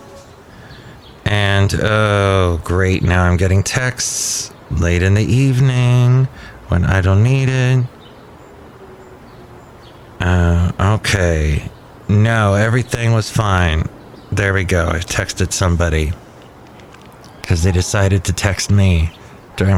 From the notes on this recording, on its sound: podcasts live from Cafe Anyway